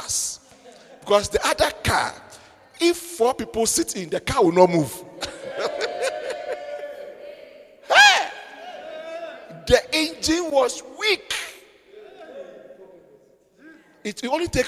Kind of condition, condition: setting, large echoing room